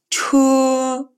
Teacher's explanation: Следующие инициалы – это сочетание «ч» с сильным придыханием